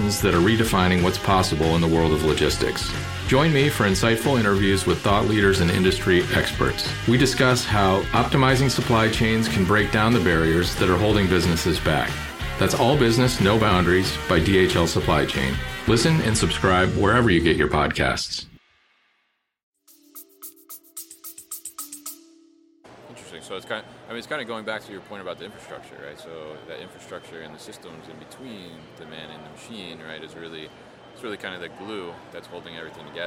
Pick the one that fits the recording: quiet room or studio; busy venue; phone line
busy venue